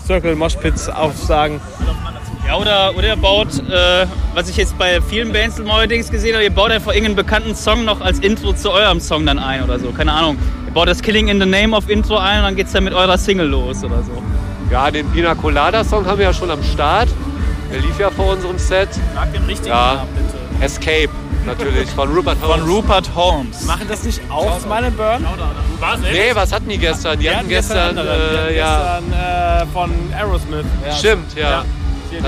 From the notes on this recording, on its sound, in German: beim Green Juice Festival abgegriffen